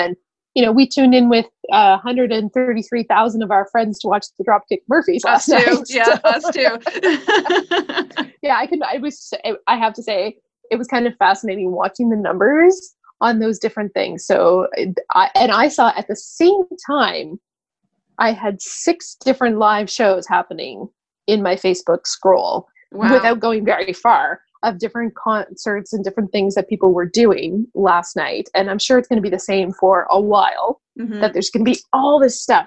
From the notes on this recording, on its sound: Making the time to video chat to record this podcast episode. Recorded the weekly Pickle Planet Podcast using remote technology.